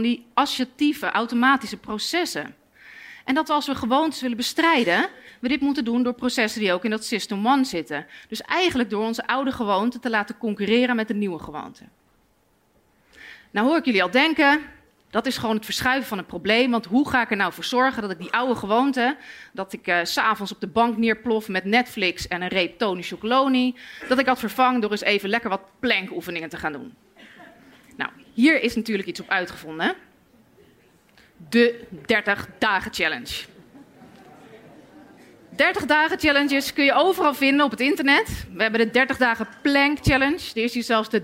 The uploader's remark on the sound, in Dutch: Live vanuit het Betweter festival